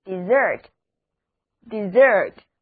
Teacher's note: 第一个字母 e 要读作短的 e，而重音是在第二个音节